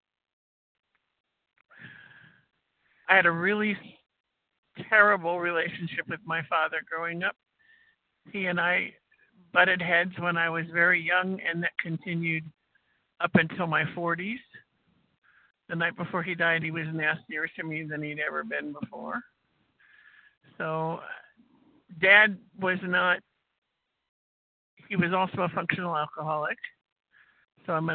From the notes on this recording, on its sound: qualification from the 100 Pounders Phone Meeting